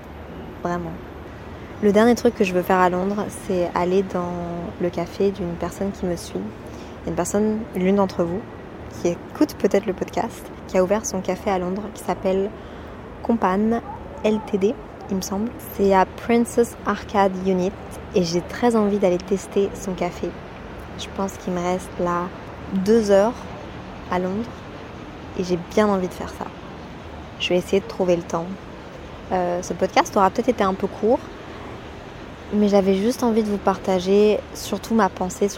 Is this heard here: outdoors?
yes